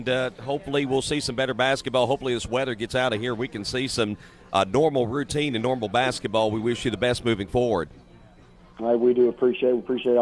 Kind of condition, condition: setting, busy venue